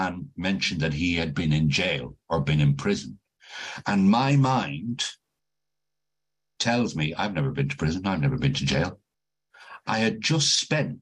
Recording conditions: video call